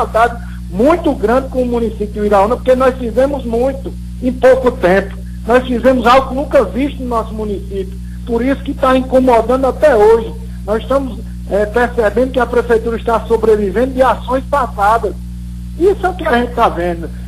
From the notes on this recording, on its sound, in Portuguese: Participou por telefone.